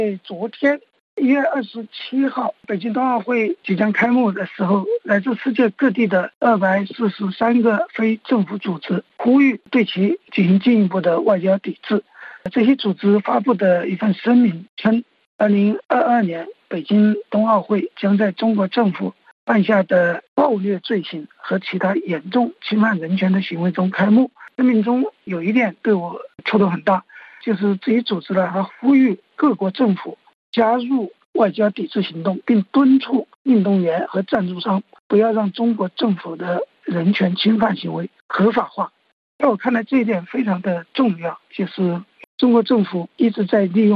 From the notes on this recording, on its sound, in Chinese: 现旅居德国的时评家。接受本台电话采访。